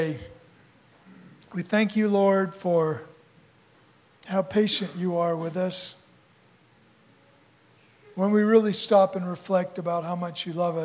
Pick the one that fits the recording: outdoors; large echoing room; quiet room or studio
large echoing room